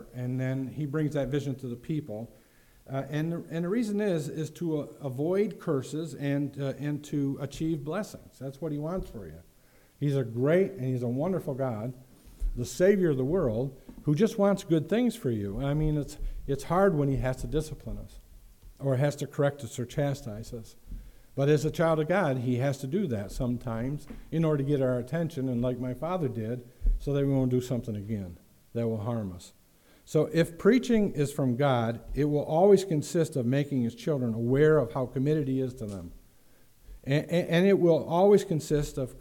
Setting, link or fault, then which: setting, large echoing room